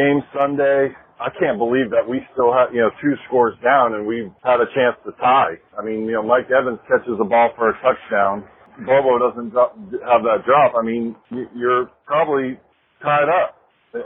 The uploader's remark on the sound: Voicemails from Buccaneers Fans